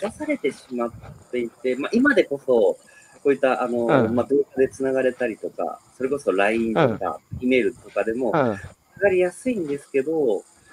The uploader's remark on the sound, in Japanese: 歩きながら1時間、対談する